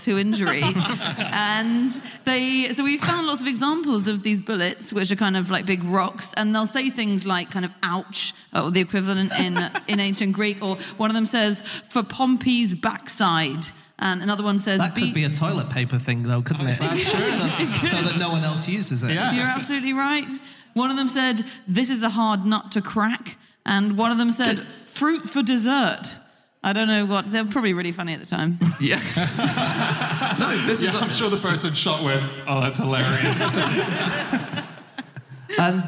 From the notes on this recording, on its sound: Live from Liverpool